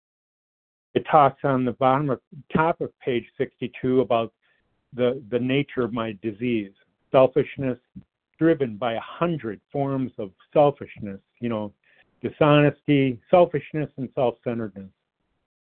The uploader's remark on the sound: qualification from the 100 Pounders Phone Meeting